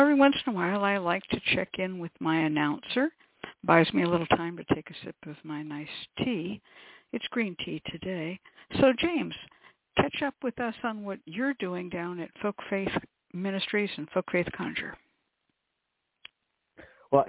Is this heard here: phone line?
yes